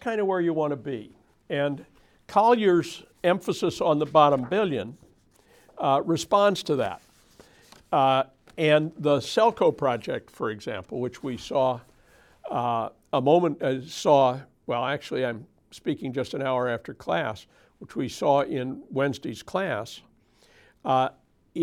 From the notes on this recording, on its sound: In a videotaped lecture